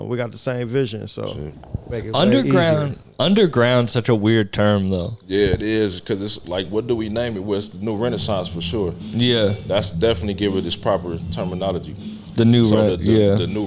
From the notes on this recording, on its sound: This episode was recorded in the green room